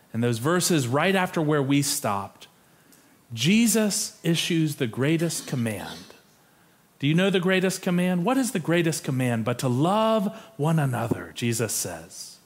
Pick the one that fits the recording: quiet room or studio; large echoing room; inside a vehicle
large echoing room